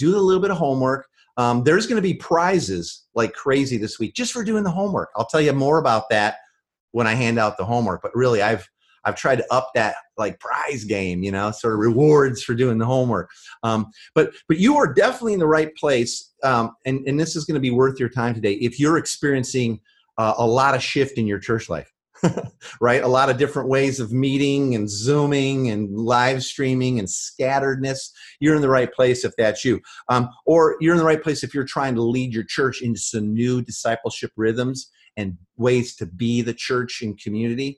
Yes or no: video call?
yes